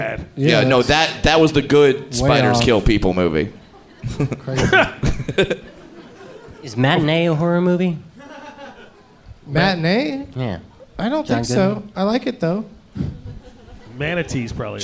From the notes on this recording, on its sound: Live from Cobb's Comedy Club in San Francisco on All Hallow's Eve Eve